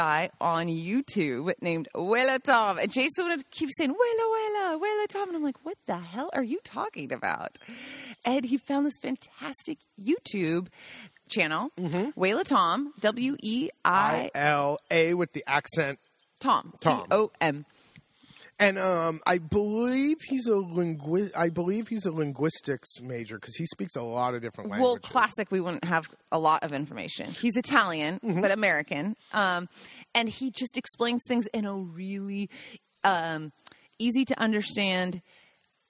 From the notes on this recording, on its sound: On a gorgeous Spring day we record the podcast outside under the cherry tree